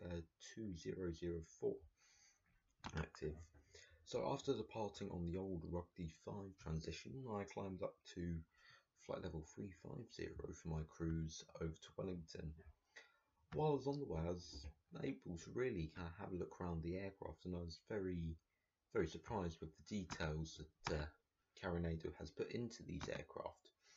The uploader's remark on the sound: I apologies now about the audio quality I still need to set up a place to record!